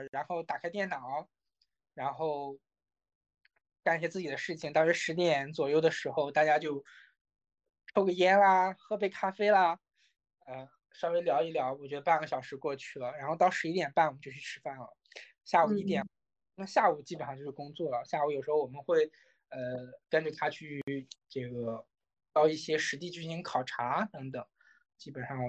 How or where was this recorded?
video call